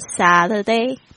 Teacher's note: T 夹在两个元音之间呢，会浊化，会变成 T 跟 D 之间的这个浊音